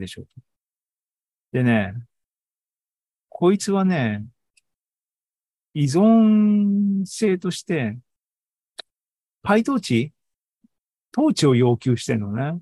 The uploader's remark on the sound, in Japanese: ２０２３年７月２９日に開催した ZOOMライブの模様です。